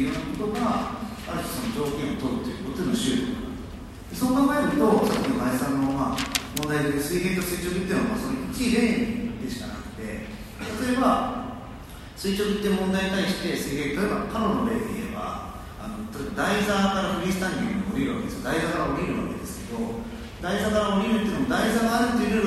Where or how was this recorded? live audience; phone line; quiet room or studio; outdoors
live audience